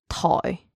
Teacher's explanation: Now we normally pronounce 台 in the lowest tone